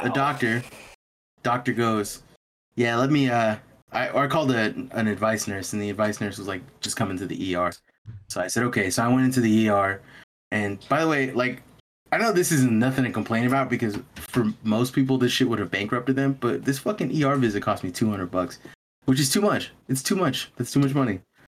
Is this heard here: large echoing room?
no